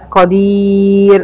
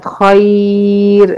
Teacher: الراء التي قبلها ياء سواء الياء دي مادية او لينية ترقق قولا واحدا، يعني العلماء كلهم اجمعوا على ان هي هترقق، زي كلمة قدير عند الوقف، زي كلمة خير عند الوقف.